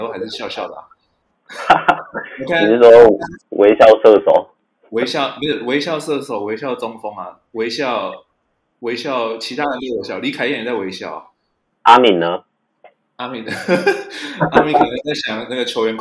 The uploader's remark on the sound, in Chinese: 本集為我們第一次錄製，錄音品質還沒有很好，請多多包涵。